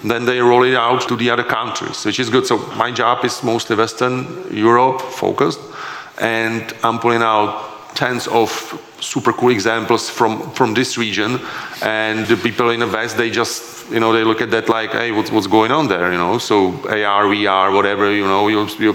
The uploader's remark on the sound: The episode was recorded during the CEE Sustainable Finance Summit in May 2022.